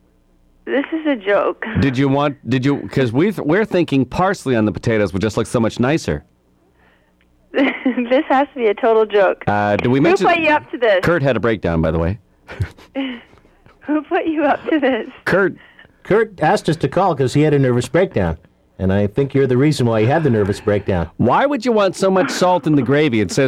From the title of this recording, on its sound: prank phone call